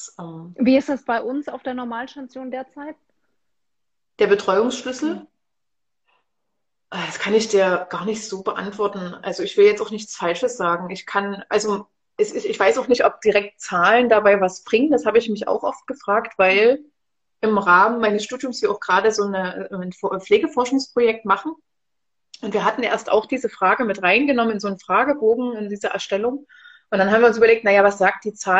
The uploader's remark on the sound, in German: Unser Gespräch wurde Ende Januar im Rahmen eines Instagram-Livevideos aufgezeichnet.